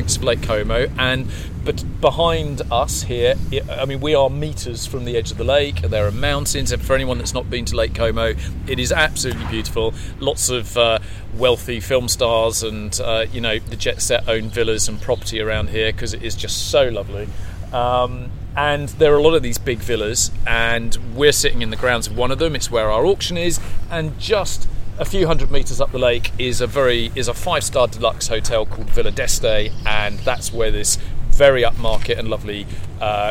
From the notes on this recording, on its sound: we bring you the sights and sounds of what is probably Europe’s most beautiful car auction – our sale at Villa Erba on the banks of Lake Como.